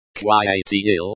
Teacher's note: The te is a liaison sound that connects the a to the il.